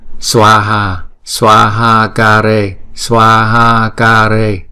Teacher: Rồi chẳng hạn như một cái nữa là ở dưới đây nè, Swaha, nếu mà chúng ta ghi là sờ, Swaha là thành ba âm đúng không? Nhưng mà chúng ta chỉ đọc là sờ, chỉ xịt gió thôi chứ không có đọc chữ ờ vào đó